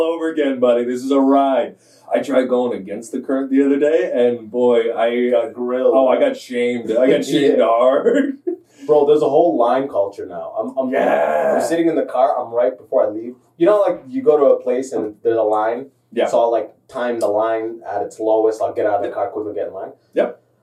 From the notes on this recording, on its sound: Sorry for the crap audio on this one, we had a little tech issue.